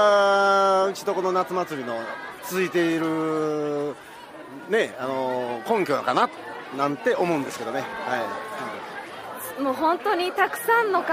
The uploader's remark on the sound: through the Summer Festival at Shin-Omiya Shopping District!